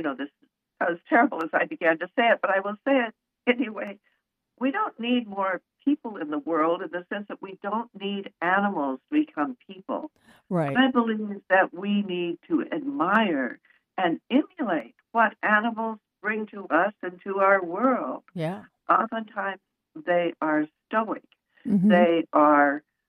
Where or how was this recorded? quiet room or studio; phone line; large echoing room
phone line